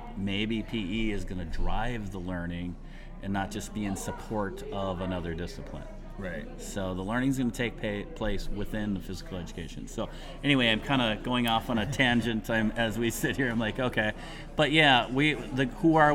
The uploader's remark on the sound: Stillwater, Minnesota was buzzing thanks to the PE Connections Conference and the OPEN Forum Podcast was there to capture it.